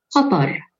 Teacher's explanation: It's not an emphatic k noise at all.